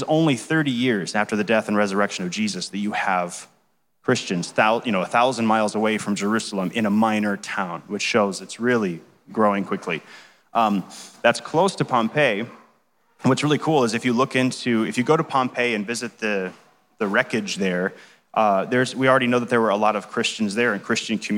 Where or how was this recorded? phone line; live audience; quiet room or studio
live audience